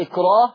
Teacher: الراء هترقق هترقق عند ورش، إلا لو كان الساكن ده صاد وطاء وقاف. · Term: ترقيق الراء